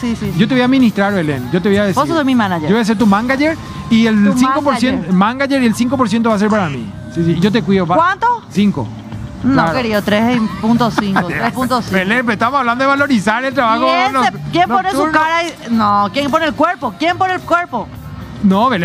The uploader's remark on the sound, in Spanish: EN VIVO DESDE MCCARTHY'S